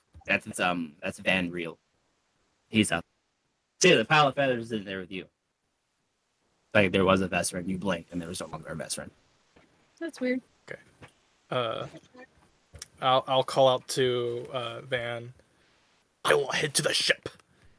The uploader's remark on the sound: Lots of Technical Issues Sadly